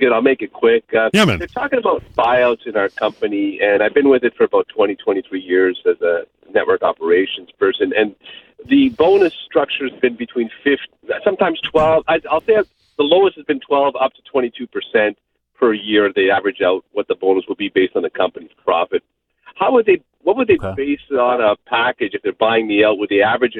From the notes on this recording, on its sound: your phone calls